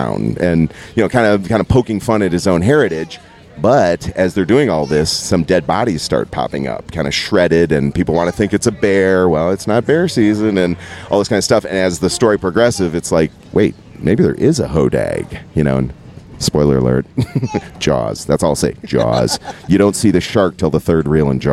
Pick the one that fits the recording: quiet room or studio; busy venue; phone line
busy venue